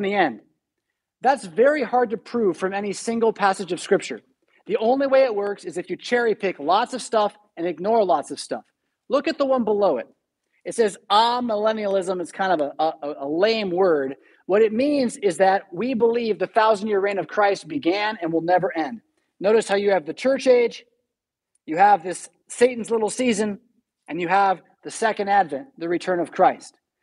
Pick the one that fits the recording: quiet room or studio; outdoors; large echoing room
large echoing room